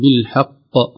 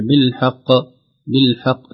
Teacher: قلقلة القاف مع تشديدها يعني فيها زمن الشدة والقلقلة · Shown in: first take · نقول بالحق لو الشدة ضعفت تصبح بالحق بالحق كأنها من اللحوق